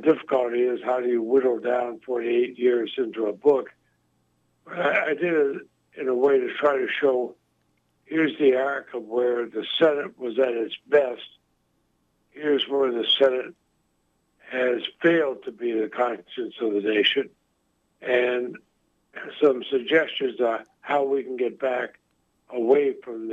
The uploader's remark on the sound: Called into the show.